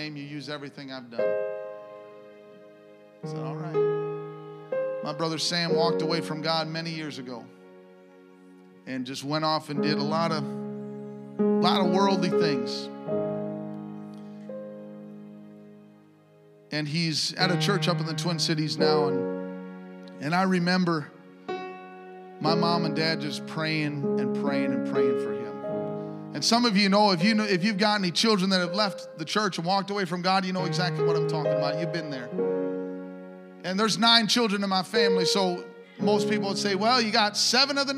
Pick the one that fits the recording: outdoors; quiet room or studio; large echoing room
large echoing room